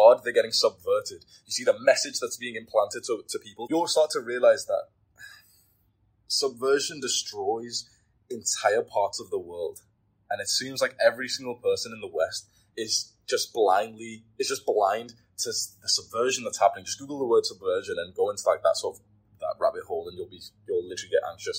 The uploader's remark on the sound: Apologies about the audio quality here, I really tried editing it.